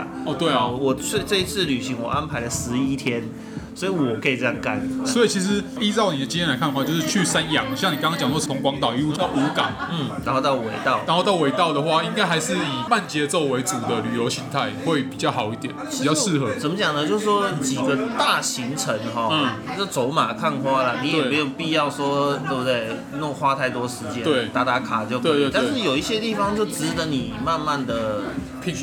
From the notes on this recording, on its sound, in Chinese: 本集白噪音指數：北風級 4/5。於各種白噪音環繞的居酒屋中。錄音地點： 下班去哪居酒屋（已歇業）。